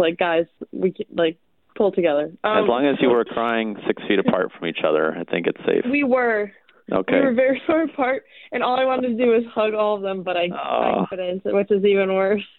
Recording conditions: phone line